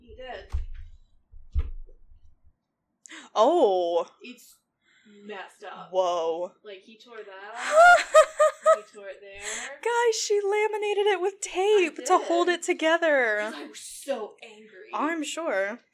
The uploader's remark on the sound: The audio is not great we're so sorry, lol- don't know what happened there.